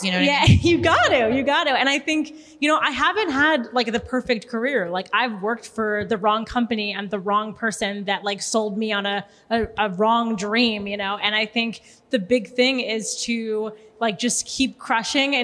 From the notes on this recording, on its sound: Bell Works How its WORKS Live: International Women's Day 2023. We promise that a listen to this one will feel like you were in the audience LIVE action with the whole crew. The room was PACKED!